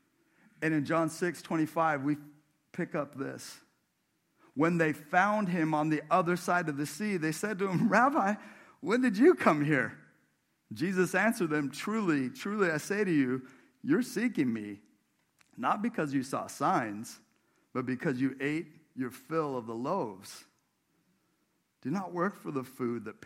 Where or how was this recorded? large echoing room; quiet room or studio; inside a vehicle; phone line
large echoing room